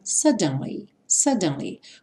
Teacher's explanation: Isso só acontece no inglês americano. No inglês britânico, eles falariam suddenly, suddenly, com o D bem marcadinho.